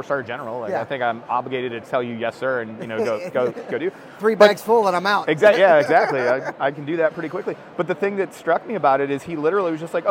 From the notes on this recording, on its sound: at the Airlift Tanker Association trade show and conference